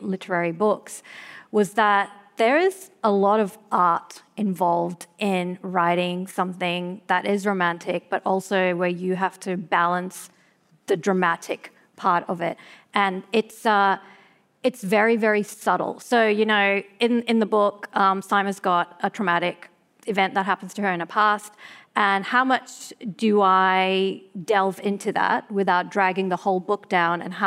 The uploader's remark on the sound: For a panel event. This episode was recorded live at the 2023 Sydney Writers’ Festival.